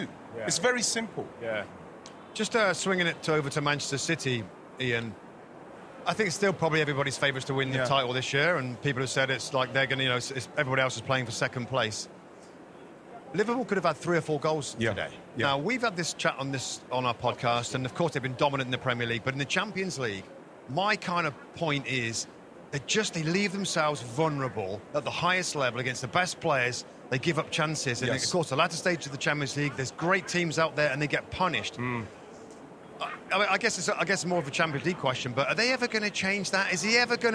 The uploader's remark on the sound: Live From Philadelphia Fan Fest